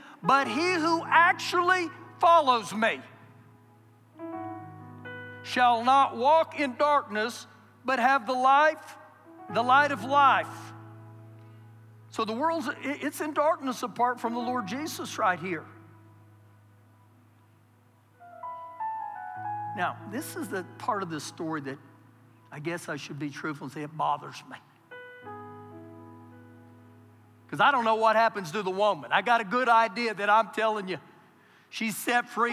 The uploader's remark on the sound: Recorded live during our Sunday morning service